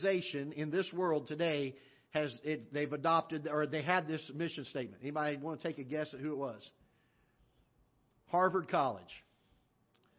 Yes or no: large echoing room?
yes